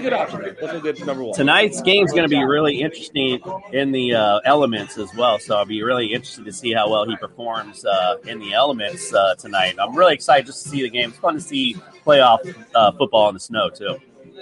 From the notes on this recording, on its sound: Live from Duffy's Sports Bar in PSL FL